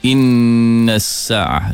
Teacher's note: nun bersabdu, dengung, dua harakat dan ke atas